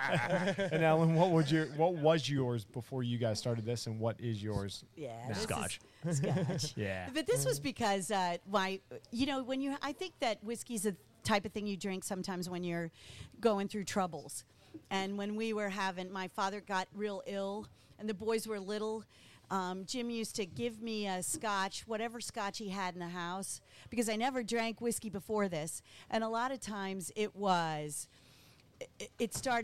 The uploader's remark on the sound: Broadcasting LIVE from Liberty Pole Distillery